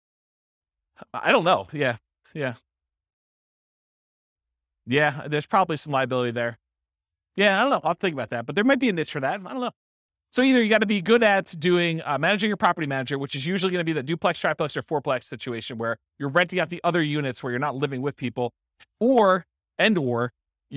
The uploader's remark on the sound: This was a live class recorded